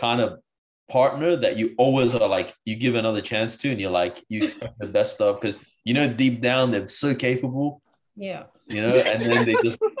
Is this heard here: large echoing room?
no